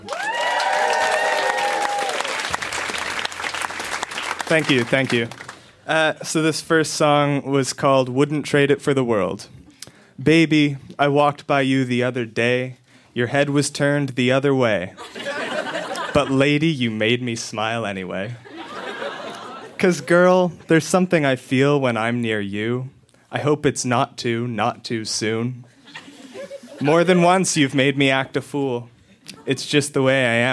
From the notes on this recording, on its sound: Recorded live at Yuk Yuk's in Ottawa.